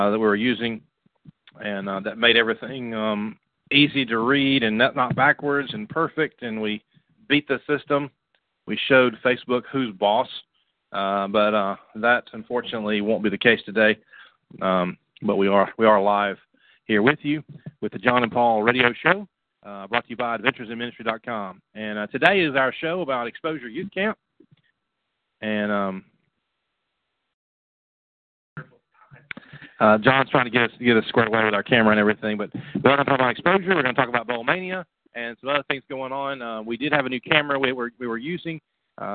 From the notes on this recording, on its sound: The Exposure Youth Camp call in show